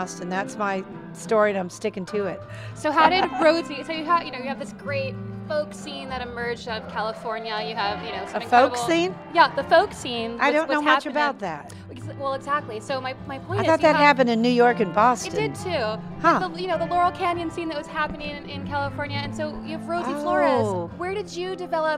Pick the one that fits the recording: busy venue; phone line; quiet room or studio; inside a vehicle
busy venue